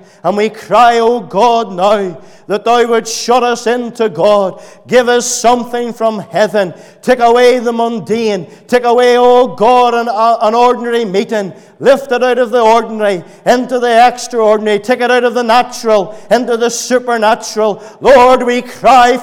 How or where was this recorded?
large echoing room